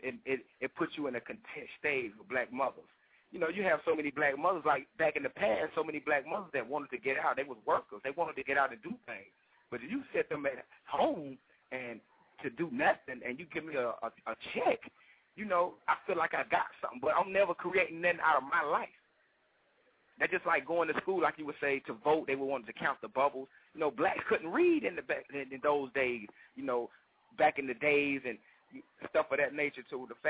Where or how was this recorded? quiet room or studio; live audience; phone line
phone line